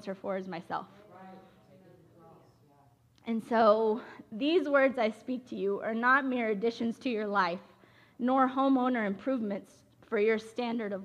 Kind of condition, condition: setting, large echoing room